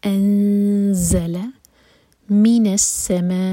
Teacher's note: ما مد متصل ہے چار حرکہ لمبا. ما یہاں رکیں گے تو ا دو حرکہ ہوگا کیونکہ حمزہ پر ہے فتح کی تنوین، اور جب بھی ہم فتح کی تنوین پر رکتے ہیں تو مد عوض ادا کرتے ہیں تو دو حرکہ کھینچ کر رکا جائے گا.